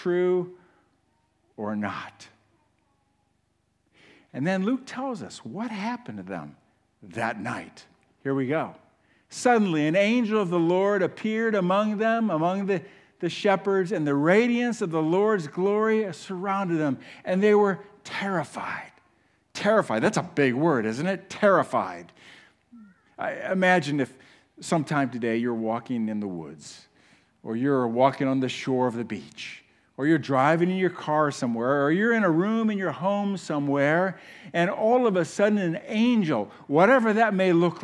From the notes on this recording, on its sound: 2023 Christmas Eve service at The Chapel Port Clinton campus